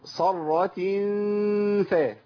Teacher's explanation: صرات فاء، ما اقولش صرات فاء، لان كده فخمنا الغنه، والغنه مرققه عند الفاء